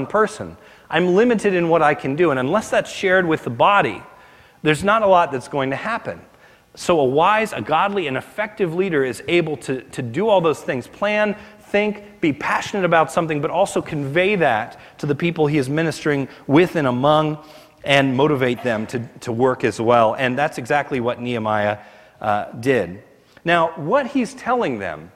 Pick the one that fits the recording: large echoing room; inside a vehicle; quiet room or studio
large echoing room